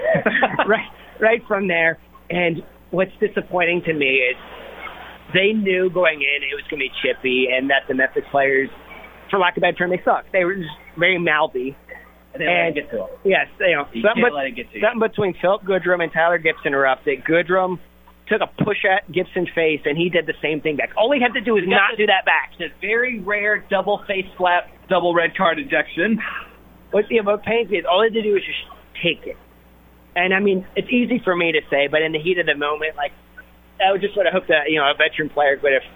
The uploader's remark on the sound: live from The Soccer Ball